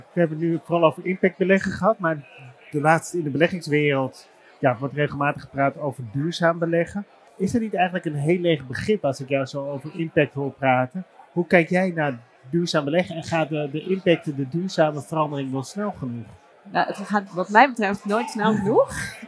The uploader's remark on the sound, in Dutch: live vanaf het cardano-podium op Fund Seminar 2023